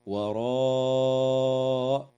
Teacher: وتمد الألف من كلمة وراء من قبيل المد المتصل